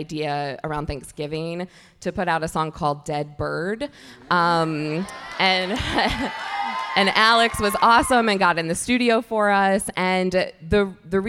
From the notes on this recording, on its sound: LIVE from BroadwayCon 2020 in New York City, here is the main stage panel. Conclude the event with BroadwayCon's largest selfie, ever!